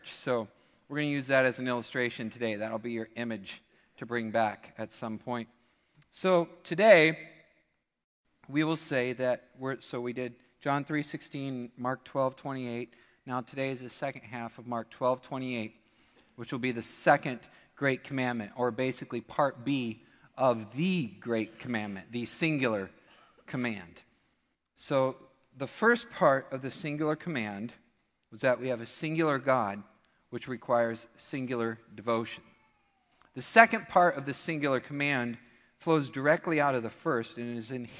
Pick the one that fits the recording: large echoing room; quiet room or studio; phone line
large echoing room